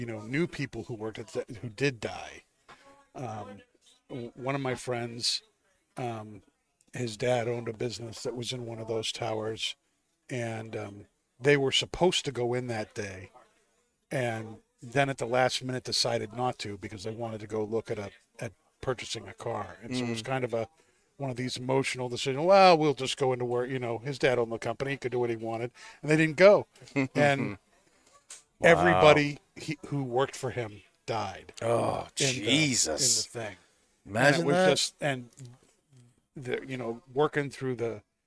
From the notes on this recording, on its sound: Recorded live from the 7-20-4 Lounge!